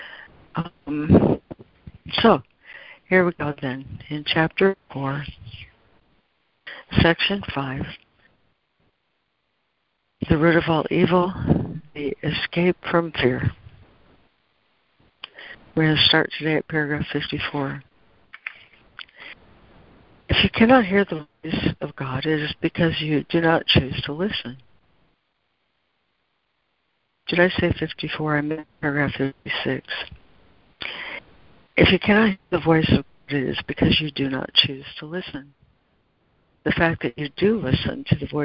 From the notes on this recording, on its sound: ACIM Daily Conference Call